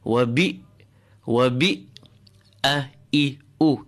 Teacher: Kasra of the ba, nice and clean. Feel the hamza at the bottom of your throat. A clean guttural stop.